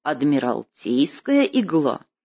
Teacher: с пропуском ударения на первом и третьем сильном месте